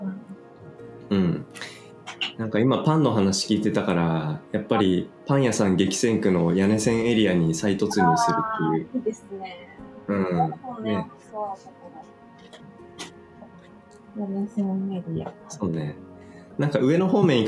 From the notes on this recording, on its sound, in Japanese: オンライン越しの朝から聞こえる、鳥の声。平日の朝8時、それぞれのSoloランニングから帰宅したメンバーとオンラインスタジオで集い。